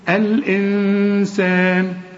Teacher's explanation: النون بدون تشكيل بعدها سين، السين من حروف الإخفاء، غن هنا